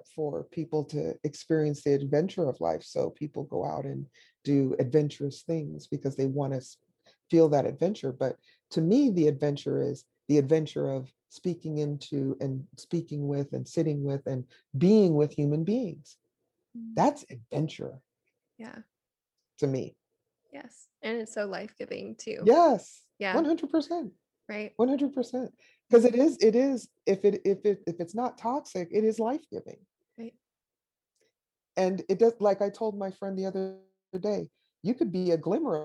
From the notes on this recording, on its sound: it was over Zoom